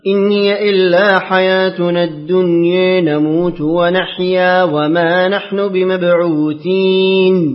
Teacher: اقرأ لأبي عمرو بتقليل الدنيا